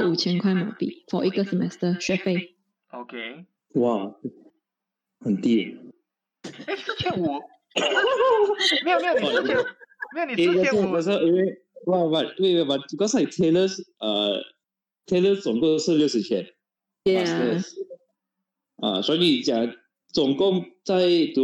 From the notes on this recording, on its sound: Im so sorry for the poor audio quality, will definitely try our best to ensure a legible, crystal clear recording in the next podcast for better experience. While we are now in different parts of the world.